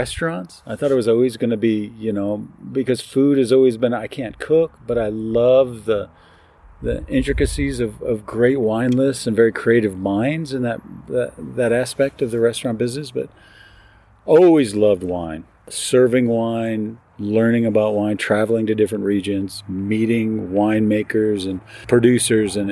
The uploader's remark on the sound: We’re coming to you from the Bold and Delaney Vineyard in Dammeron Valley just outside St.